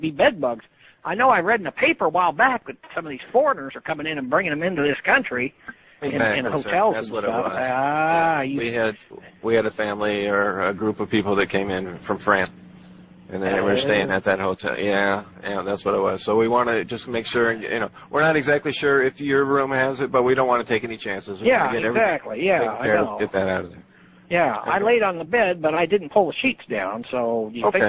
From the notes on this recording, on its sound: Prank Phone Calls